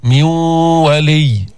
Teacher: أدغمنا النون في الواو، ذهبت النون بقيت الغنة، إدغام غير كامل، فينا نسميه ناقص، ميون ولي.